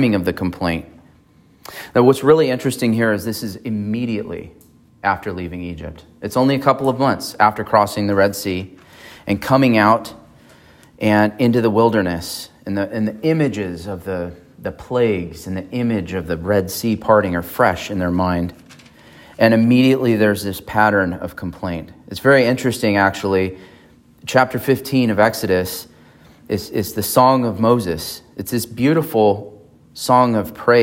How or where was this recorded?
large echoing room